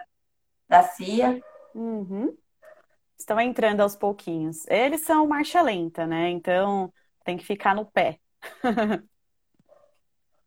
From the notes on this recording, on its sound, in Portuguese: Live ocorrida no Instagram